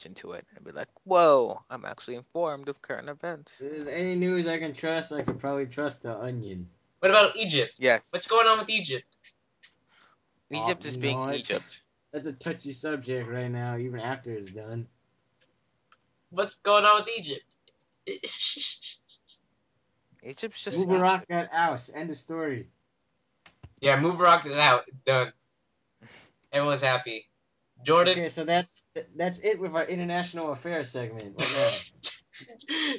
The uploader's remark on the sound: A long awaited 12th episode of our infamous dead skypecast.